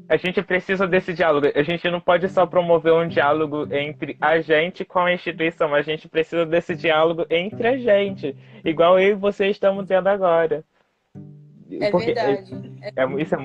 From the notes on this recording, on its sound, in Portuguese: gravado em 21 de fevereiro, ao vivo, no instagram.